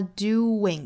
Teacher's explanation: 用这个 w 的音来连贯两个元音